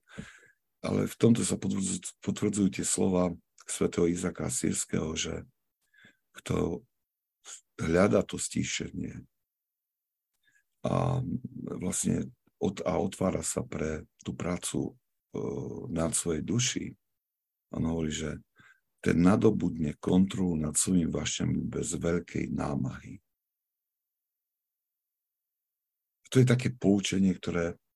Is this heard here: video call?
yes